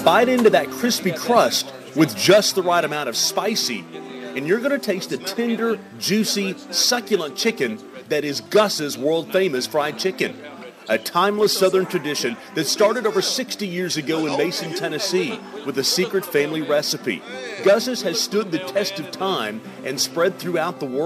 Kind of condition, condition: setting, busy venue